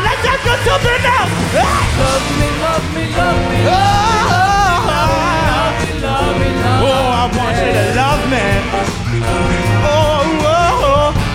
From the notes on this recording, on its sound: Tonight on the Live Feed we take you to Mid West Music fest 2023 for regional favorites. Youre listening live from MWMF 2023 tonight on the Live Feed.